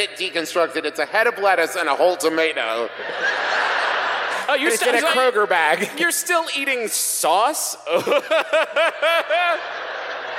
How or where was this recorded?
live audience